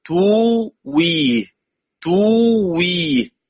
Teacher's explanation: تبدل الهمزة واوا فتصير توي توي